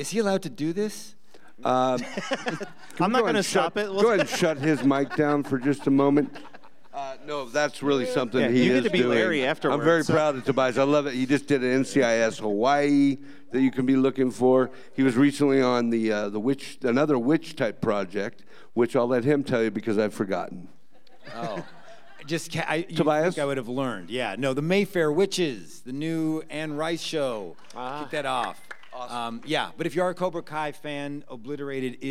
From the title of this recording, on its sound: Live At Creature Feature Weekend 2023